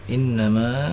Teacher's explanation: Innama itu mad tabi'i dua harokat. Dua harokat satu.